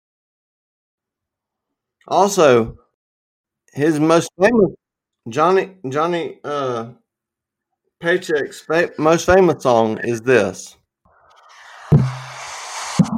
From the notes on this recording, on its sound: Sorry for the audio lags.